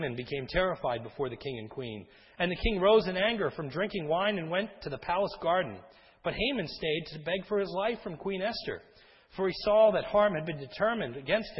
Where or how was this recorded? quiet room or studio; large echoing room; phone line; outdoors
large echoing room